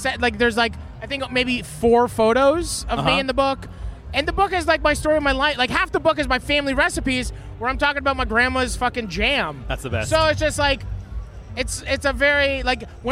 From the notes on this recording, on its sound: In Sydney for the Beer and BBQ Festival. Carted his setup to the festival. Behind a makeshift kitchen in the loudest part of a food and music festival, surrounded by drunk chefs who kept stealing the microphones.